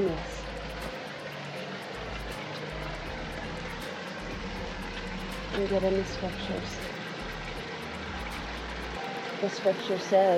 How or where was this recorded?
outdoors